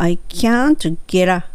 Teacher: get っていうよりは I can't get a ゲラにしてしまう方がなんかちょっと英語らしくなります